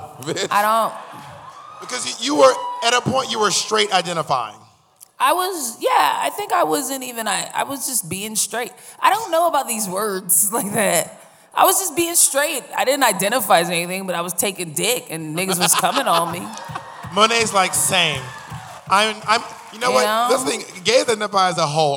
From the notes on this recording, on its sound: live from Las Vegas at the Life Is Beautiful festival